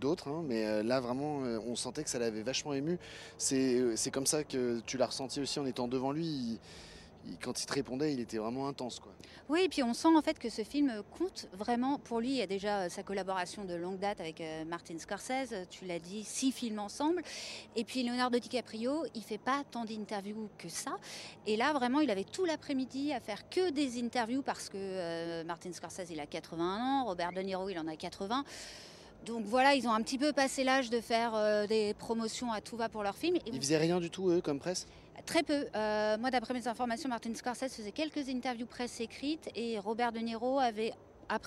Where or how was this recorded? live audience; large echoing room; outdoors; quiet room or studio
outdoors